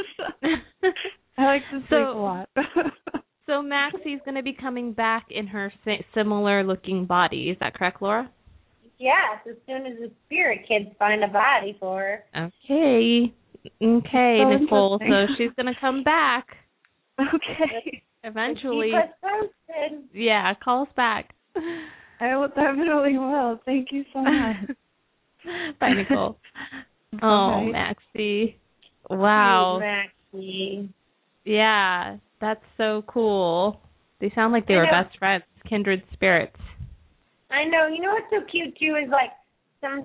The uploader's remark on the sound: open up the lines for listeners to call